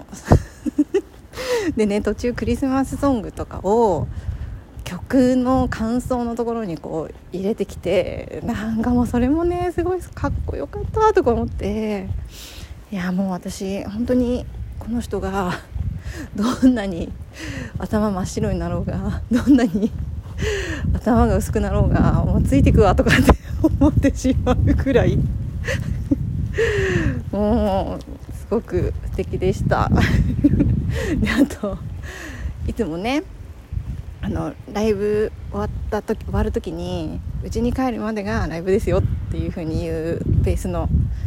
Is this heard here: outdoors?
yes